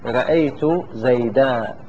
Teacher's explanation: إذا كان عندنا تنوين جاء بعد فتحة فهذا جعله ألف · Term: الوقف